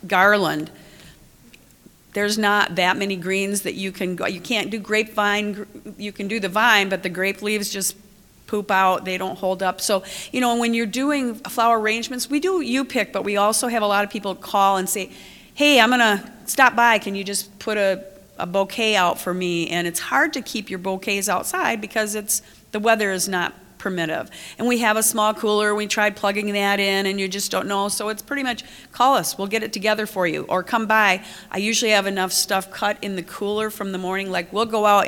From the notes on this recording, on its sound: Live from Great Lakes EXPO. Three operations agreed to be interviewed and recorded for this live and in-person show.